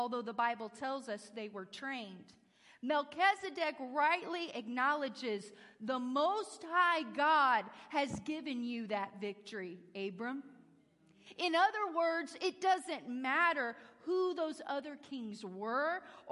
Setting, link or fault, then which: setting, large echoing room